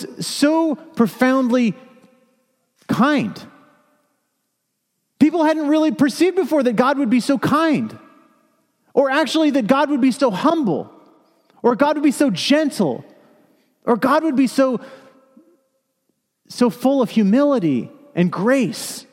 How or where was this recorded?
large echoing room